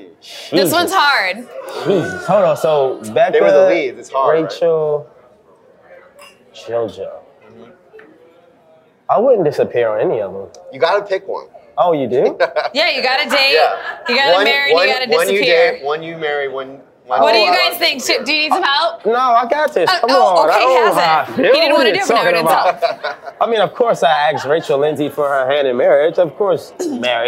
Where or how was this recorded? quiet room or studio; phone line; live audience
live audience